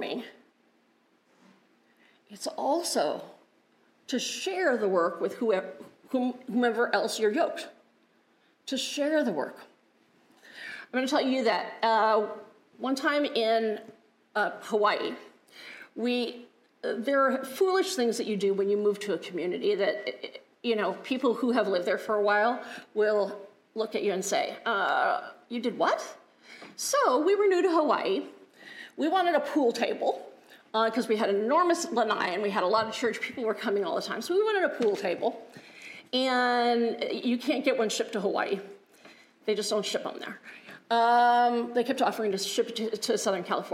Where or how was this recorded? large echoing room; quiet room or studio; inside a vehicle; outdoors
large echoing room